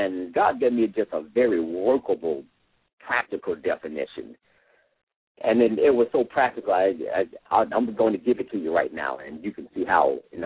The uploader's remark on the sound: LML uses a progressive live call in format.